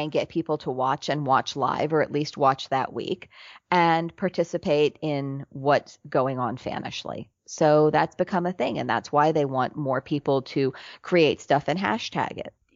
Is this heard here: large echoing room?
no